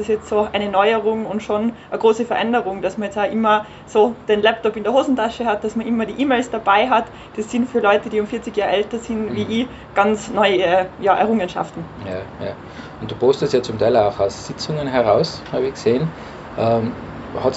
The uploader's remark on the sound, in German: das Interview wurde live bei uns am Balkon aufgezeichnet.